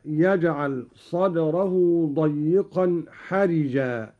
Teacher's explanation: قرأ قالون بكسر الراء